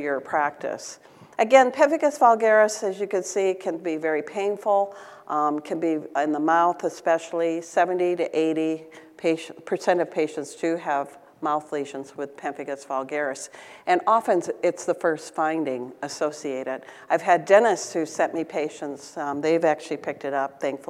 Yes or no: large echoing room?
yes